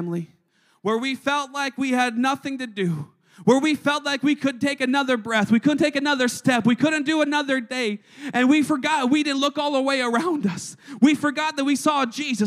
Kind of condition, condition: setting, large echoing room